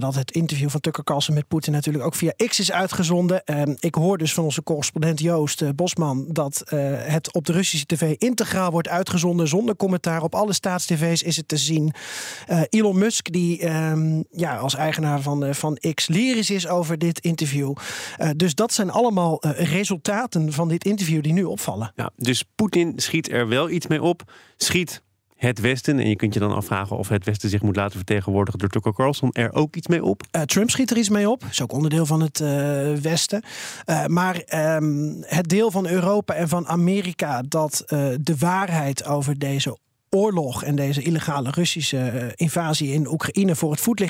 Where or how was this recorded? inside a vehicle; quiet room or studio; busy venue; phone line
quiet room or studio